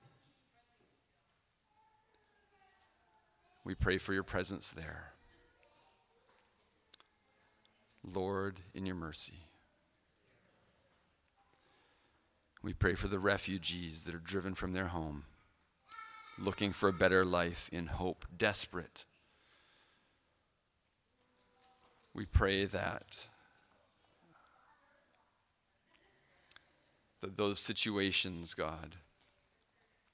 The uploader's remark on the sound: Recorded at the Pipe Shop in North Vancouver.